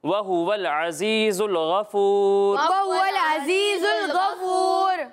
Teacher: زا میں سیٹی کی آواز آئے گی